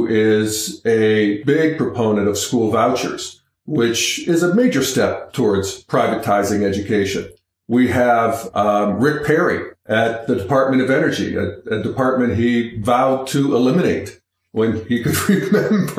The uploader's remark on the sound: Sorry, folks, for the echo-ey sound on the podcast. I’m still in a learning curve of doing this myself.